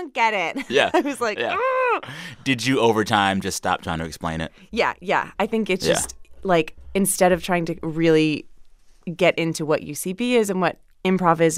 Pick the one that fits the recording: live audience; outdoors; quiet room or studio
quiet room or studio